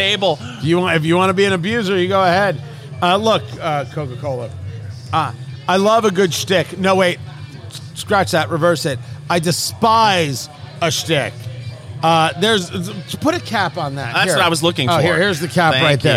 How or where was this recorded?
busy venue